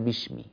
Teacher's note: أنا سمعتها بشمي بالشين، لا بسمي، هذا واحد.